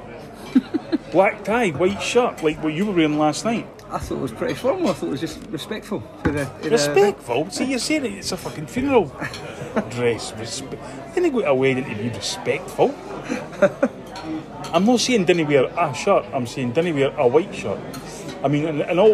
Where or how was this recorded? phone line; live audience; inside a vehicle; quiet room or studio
live audience